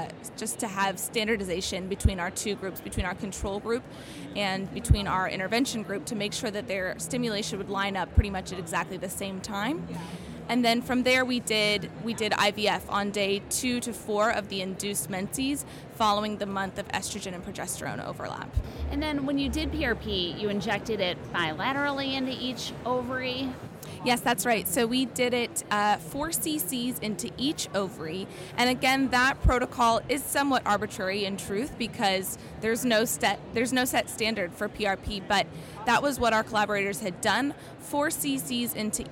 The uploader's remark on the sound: Fertility and Sterility On Air - Live from ESHRE 2023.